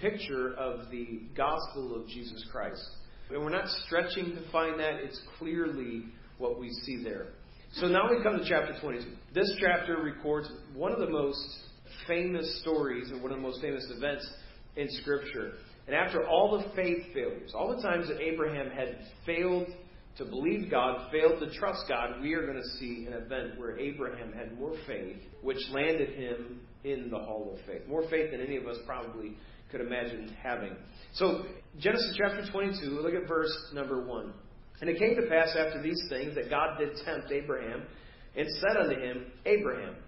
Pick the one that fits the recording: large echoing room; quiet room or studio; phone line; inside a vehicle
large echoing room